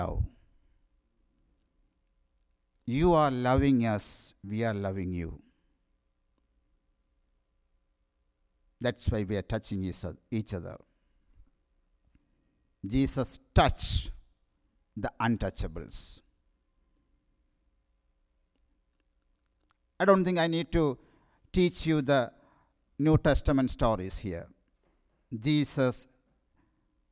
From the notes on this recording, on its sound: Sermon preached at RCHP.